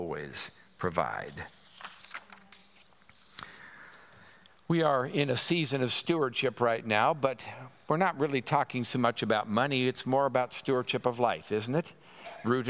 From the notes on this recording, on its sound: At Pender UMC's Traditional Worship